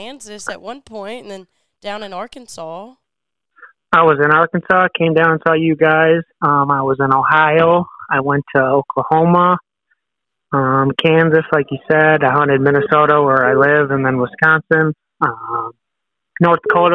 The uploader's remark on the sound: I jumped on the phone with a lot of people